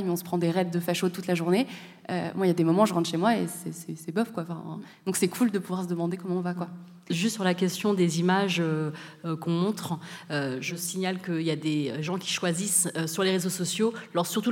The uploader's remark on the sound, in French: Kiffe ta race propose une émission spéciale enregistrée en public au Centre Pompidou, dans le cadre du cycle “Ouvrir la marche 1983-2023, 40 ans de lutte contre le racisme”. Prise de son : régie du Centre Pompidou.